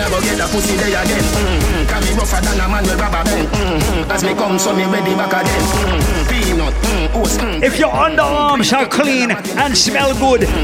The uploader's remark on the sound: Live audio recording of my set at Island Saturdays on Feb 25th.